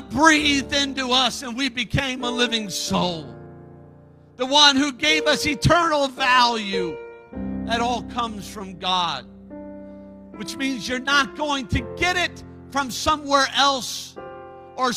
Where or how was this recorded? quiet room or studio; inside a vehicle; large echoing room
large echoing room